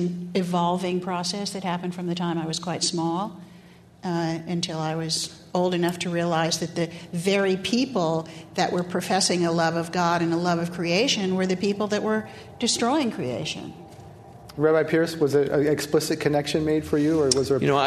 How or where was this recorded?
live audience